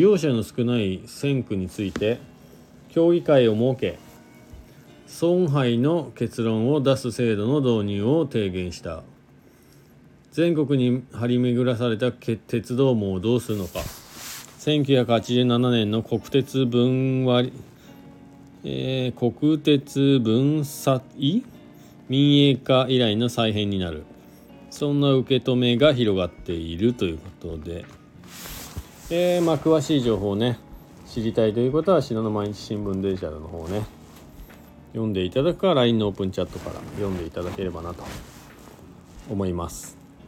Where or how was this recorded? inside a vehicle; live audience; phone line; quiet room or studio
inside a vehicle